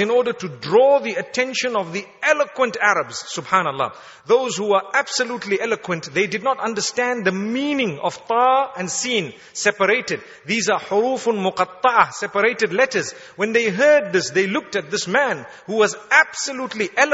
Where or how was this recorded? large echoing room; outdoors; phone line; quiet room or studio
large echoing room